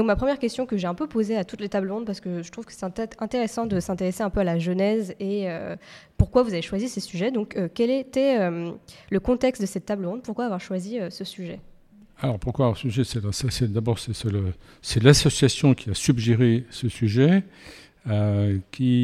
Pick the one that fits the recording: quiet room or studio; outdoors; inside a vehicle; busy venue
busy venue